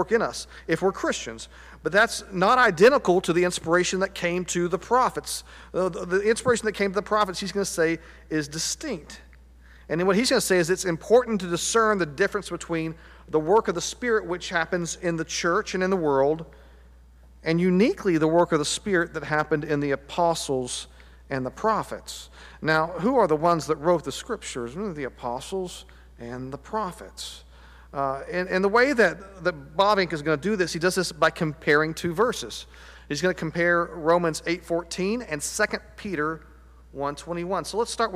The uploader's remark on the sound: Sunday Worship Service - Live stream.